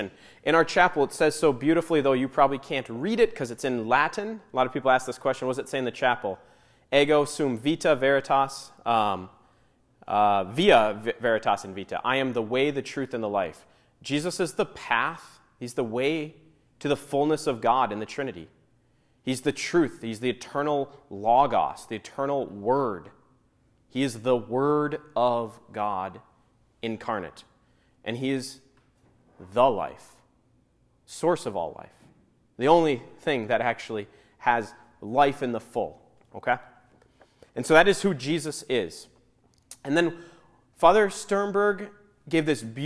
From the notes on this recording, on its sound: Audio from the Rite of Christian Initiation for Adults (RCIA) class at Saint Paul's.